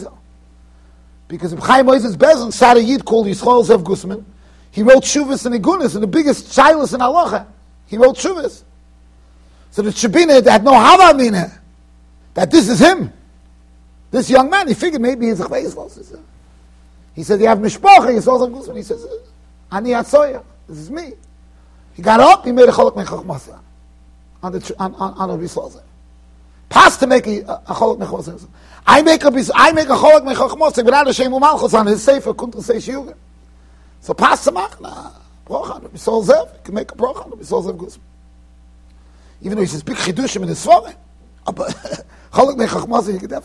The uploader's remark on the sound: Shiur recorded in Yeshivas Ohr Reuven, Monsey NY.